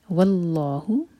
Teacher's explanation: لام جلالہ ہیوی، اور واو کو لائٹ رکھیں گے. واللہ، وا آواز نہیں آئے گی.